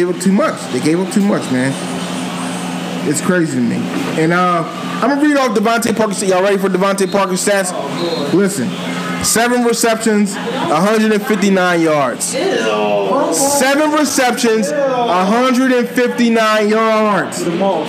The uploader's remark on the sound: Live Pod. The FIRST EVER Live Episode of the Philly Sports Four for 4 Podcast Live from Duke's BBQ in Norristown, PA!!!!